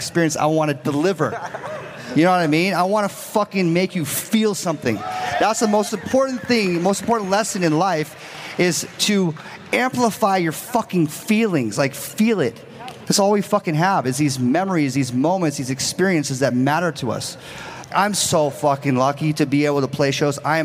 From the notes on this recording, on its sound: a keynote discussion coming straight from NFT LA